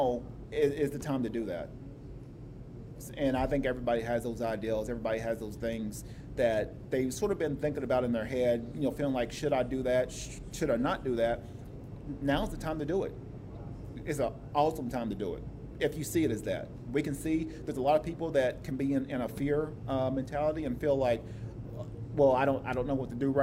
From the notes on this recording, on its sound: This episode was a previously recorded FB Live Video at the local restaurant The Breakfast Mug in Oceanside, California. Practicing some social distancing so I was the only one in there.